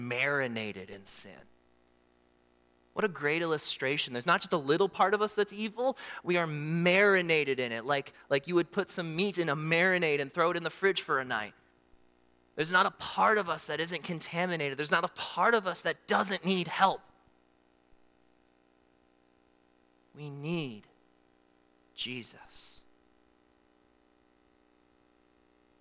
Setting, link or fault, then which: setting, large echoing room